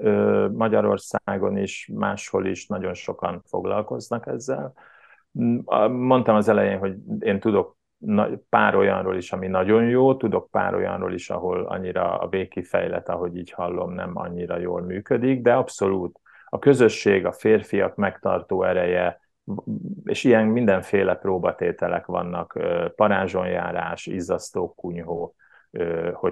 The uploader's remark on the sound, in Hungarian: Hogy miért zoom-on beszélgettünk? Portugáliában (!) él, a tengerparton.